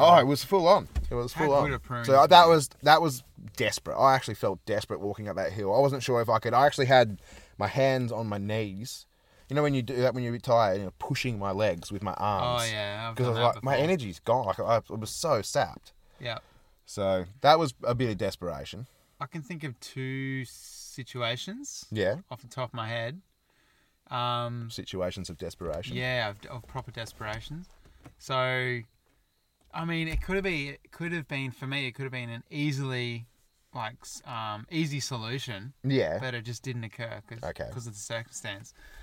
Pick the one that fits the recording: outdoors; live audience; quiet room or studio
outdoors